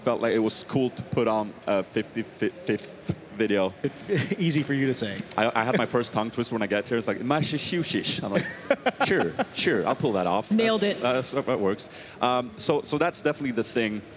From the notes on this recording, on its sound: Recorded live at PAX East ‘16. Field some live audience Q&A.